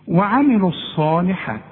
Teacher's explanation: الصاد دي من اعلى حروف التفخيم، الحرف المفخم اللي بعده الف، شوف الصاد، انما جنبها حرف مرقق لام، الصالي، شوف الصالي، الصالحات.